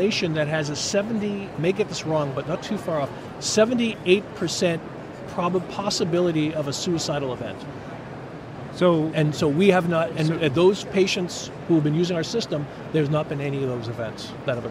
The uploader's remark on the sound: LIVE ftom #HIMSS17